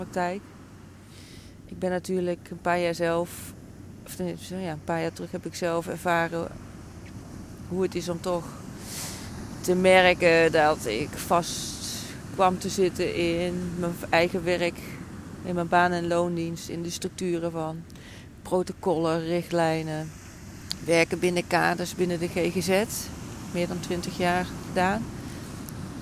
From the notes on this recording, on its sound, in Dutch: Deze aflevering heb ik opgenomen vanaf het strand in Portugal.